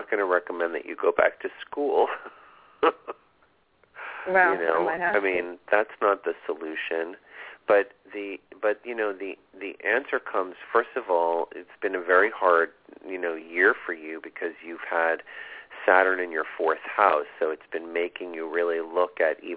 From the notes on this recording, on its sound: This is a call in show